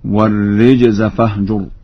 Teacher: قرأ ورش بكسر الراء